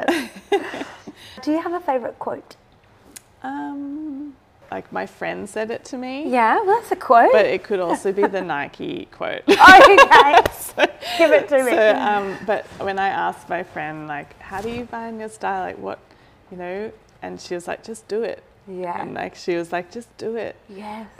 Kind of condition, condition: fault, sounds in the background